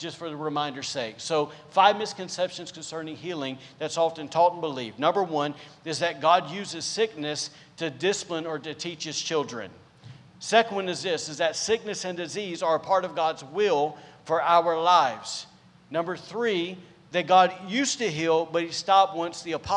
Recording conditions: large echoing room